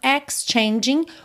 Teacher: o G final não é pronunciado